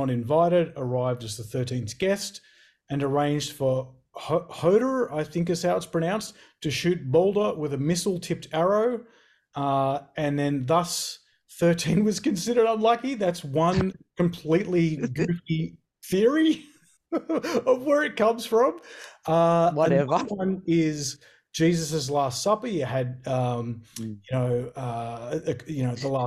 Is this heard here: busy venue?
no